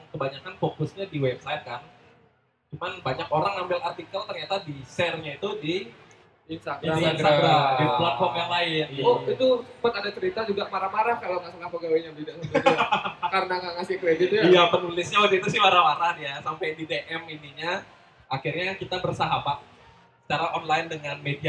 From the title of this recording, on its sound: Live at Creator Corner by HIPMI Denpasar